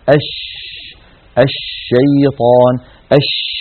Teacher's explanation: التفشي هو انتشار صوت الشين من مخرجه، يعني من وسط اللسان، حتى يصطدم الصوت الخارج بالصفحة الداخلية للأسنان العليا. أش لما نقول أش يبدأ صوت الشين من مخرجه، يعني من وسط اللسان، ثم يتابع الصوت خروجه فيصطدم بالصفحة الداخلية للأسنان العليا، فينشأ عن هذا العمل كله انتشار لصوت الشين في أرجاء الفم ويتابع خروجه خارج الفم. · Term: صفة التفشي